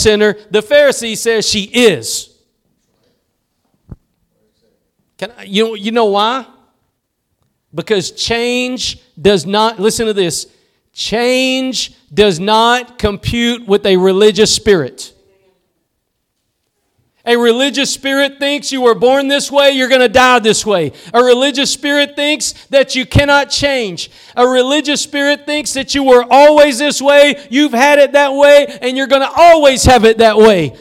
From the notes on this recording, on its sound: Preached at Gospel Lighthouse in Bossier City, La.